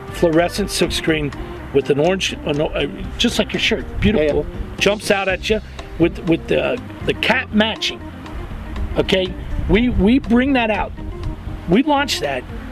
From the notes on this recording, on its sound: Chats lakeside.